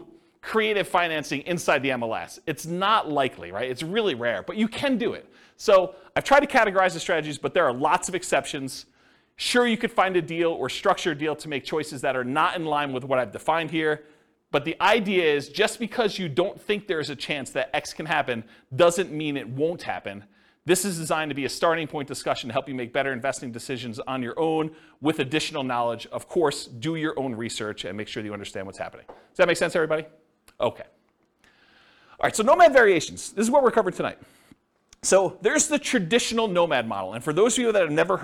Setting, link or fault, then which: setting, live audience